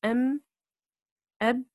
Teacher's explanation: فالميم والباء تخرج بإطباق الشفتين